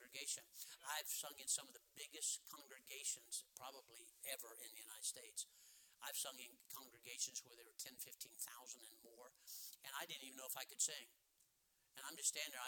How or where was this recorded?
large echoing room